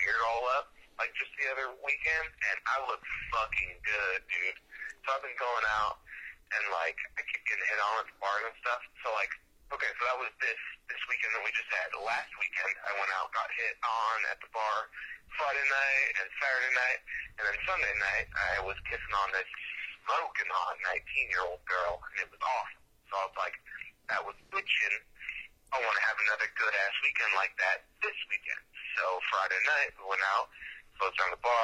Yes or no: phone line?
yes